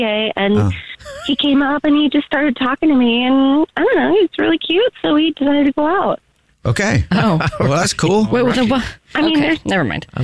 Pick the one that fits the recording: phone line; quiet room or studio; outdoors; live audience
phone line